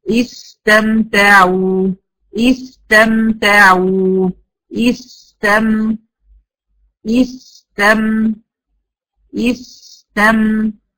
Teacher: هخلي زمن السين اطول من زمن ايه؟ الميم · Term: رخاوة